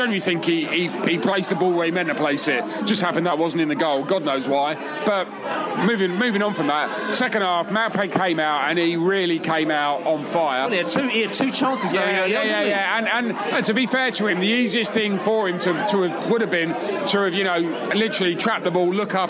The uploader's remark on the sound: Podcast From The Pub